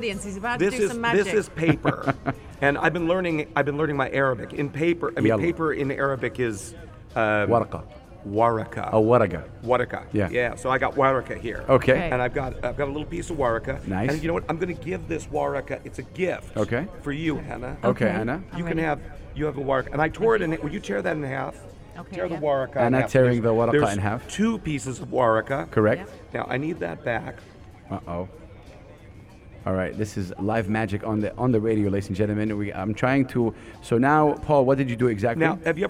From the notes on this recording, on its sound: Are out and about at "Al Majaz Waterfront" broadcasting Yalla Home Live and having guests throughout their show. In the UAE.